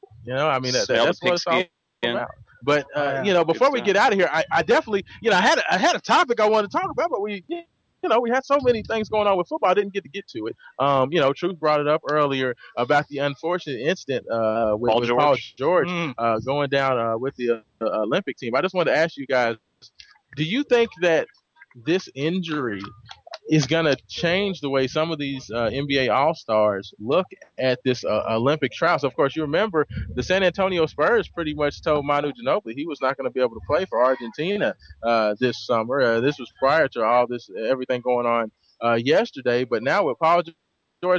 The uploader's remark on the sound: Todays show was broadcast live from Sky View Park for the annual Louisville Youth Football League Pigskin Preview.